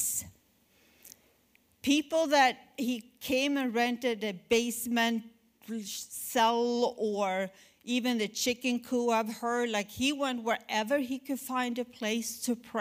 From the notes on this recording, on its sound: at our January 2020 Resurgence Edmonton Gathering